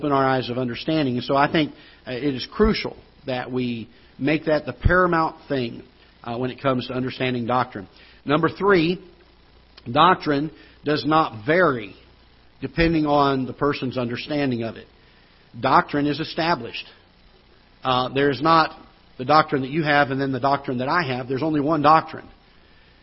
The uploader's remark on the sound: Ketha Heights Baptist Church ~ Live Broadcast